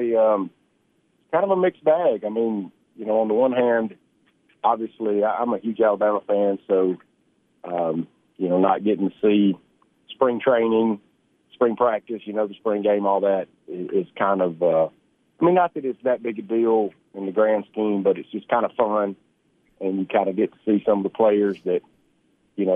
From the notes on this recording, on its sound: joined over the phone by several guests